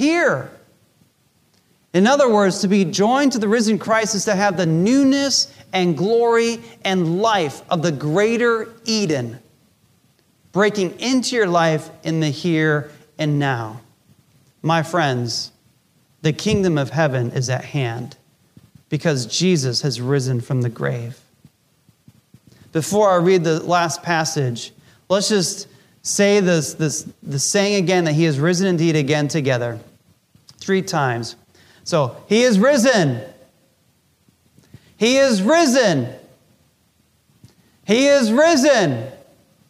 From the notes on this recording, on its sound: Recorded Live during our Easter Service.